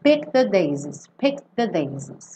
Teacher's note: você juntar o D do picked já no the daisies e lembrar que esse E do picked não tem som, então não é picked, tá?